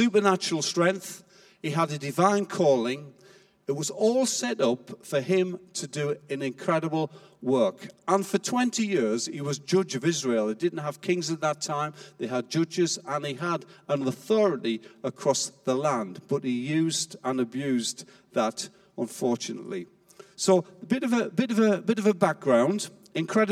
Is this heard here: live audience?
yes